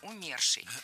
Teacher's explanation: Правильный вариант – умерший. В этом слове ударение ставим на второй слог, на корень